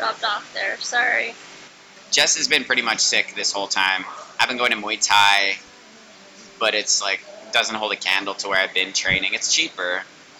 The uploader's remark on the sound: Please forgive the sound quality, we recorded in a full coffee shop and if you put a seashell up to your ear you can hear a bit of glorious 90s rock. Siargao, Philippines.